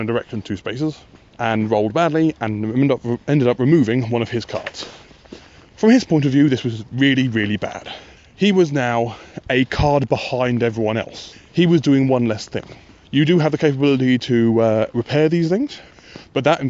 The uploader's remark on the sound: While walking Gaspode around the common in the dark.